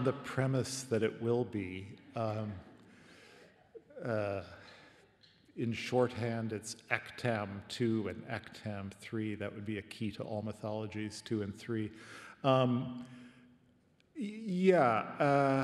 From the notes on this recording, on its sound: This podcast was recorded at The Capitol, Melbourne. Presented in partnership with RMIT Culture.